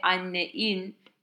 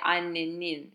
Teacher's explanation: since we're not going to have two vowels together, you might add another N · Shown in: second take · and then in, so that there is kind of like softening from e, i.